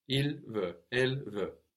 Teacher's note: as it's the last consonant on the word, it isn't usually pronounced in French. So we haven't heard that T.